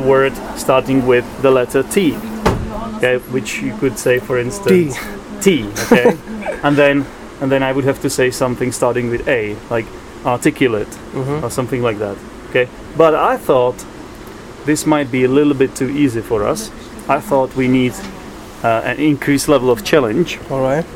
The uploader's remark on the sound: This episode was recorded on a train last winter. We were travelling from Podebrady to Prague.